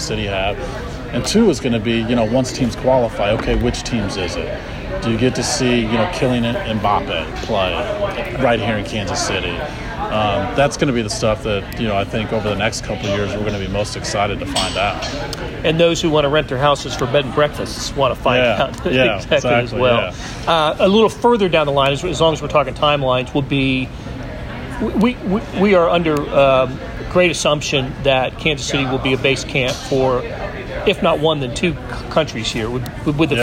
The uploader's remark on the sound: This was part of a press conference at GEHA Field at Arrowhead. Took questions from reporters after their remarks.